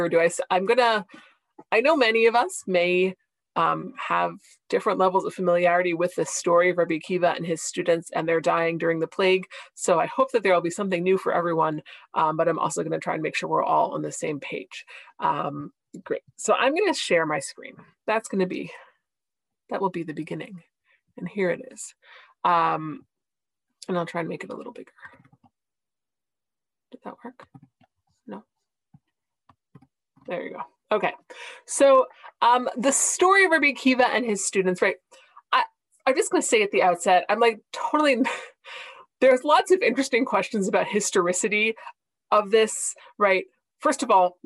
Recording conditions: video call